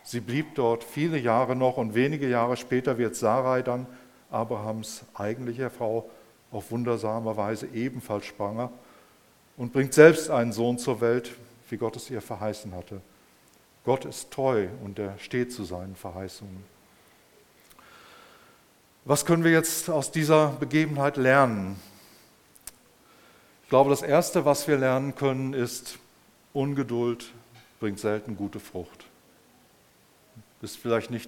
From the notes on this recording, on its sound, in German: im Rahmen des Gottesdienst mal anders